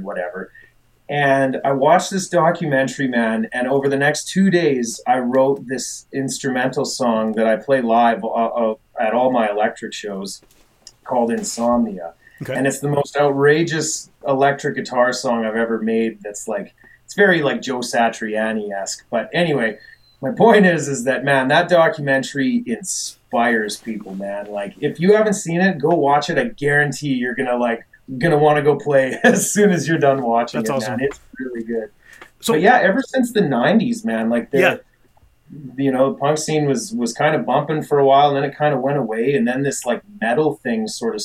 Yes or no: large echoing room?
no